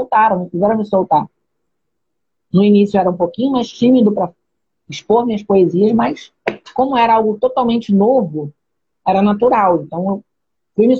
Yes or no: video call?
yes